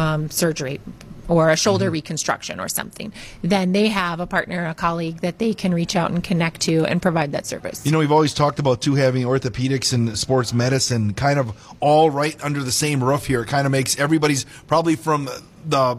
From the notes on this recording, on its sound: Live from Marshfield Medical Center Beaver Dam